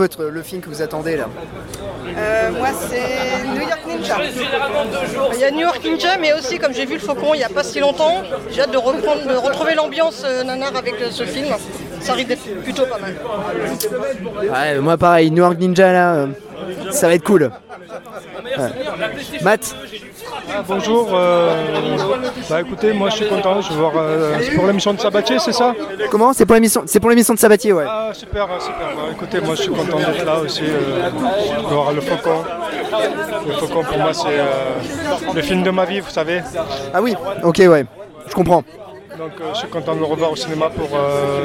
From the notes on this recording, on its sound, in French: Notre reportage audio de la nuit nanarland. Au programme, des interviews, des cuts que nous avons montés nous même, de la musique et des extraits de la soirée.